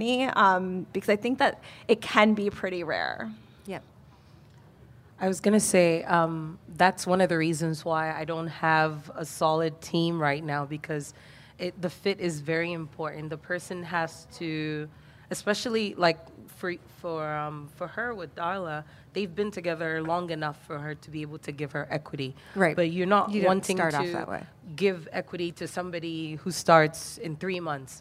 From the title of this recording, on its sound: LIVE at Whole Foods Market Tribeca